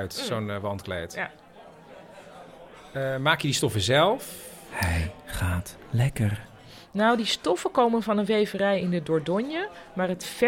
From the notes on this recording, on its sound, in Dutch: Op het festival speelden we het live voor een publiek waarbij we rode en blauwe koptelefoons uitdeelden. Hierop waren extra geluiden en gedachten te horen. Voor deze aflevering hoor je als luisteraar het theaterstuk zoals dat via een blauwe koptelefoon te horen was.